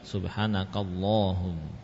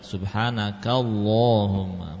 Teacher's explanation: Jadi lafaz Allahumma termasuk, ya, kita baca dengan menerapkan kaidah, ya, tebal tipis pada lafaz Allah. Di sini sebelum lafaz Allahumma ada fathah, jadi dibaca tebal · Term: lamnya tebal